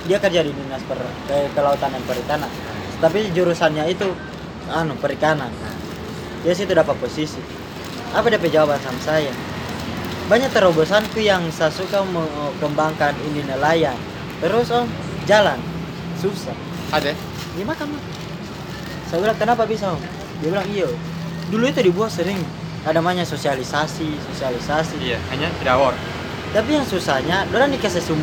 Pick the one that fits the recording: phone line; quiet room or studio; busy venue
busy venue